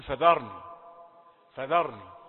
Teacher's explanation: يفخم الذال تبعا للراء المفخمة التي بعدها، يقول فذرني فذرني، وتعدي على الكثيرين لأنه الحرفين ما فيش فرق بينهم، يعني قريبين من بعض خالص.